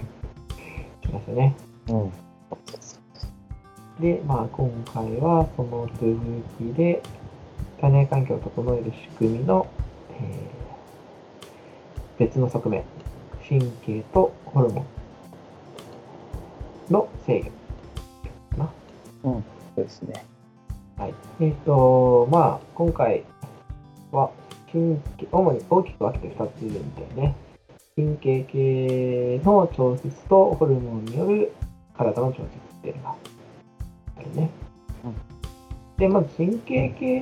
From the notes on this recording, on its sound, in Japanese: 設定ミスで音質が著しく悪いです。聴きにくいですがご理解のほどお願いいたします